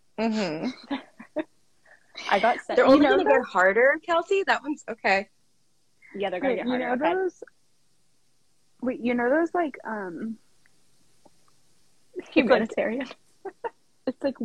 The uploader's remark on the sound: This episode is an unedited, unfiltered recording of that live.